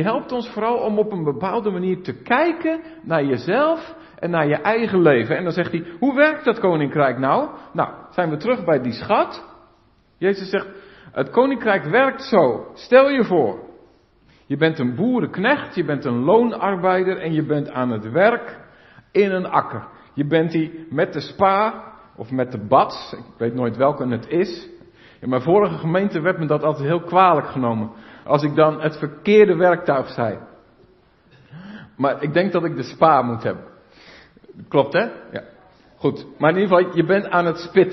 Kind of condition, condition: setting, large echoing room